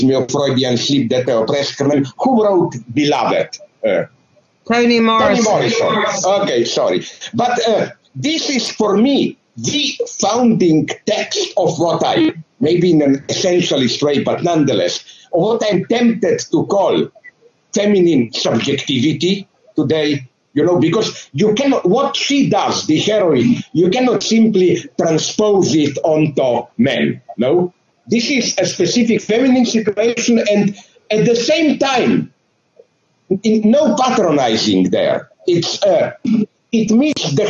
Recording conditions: video call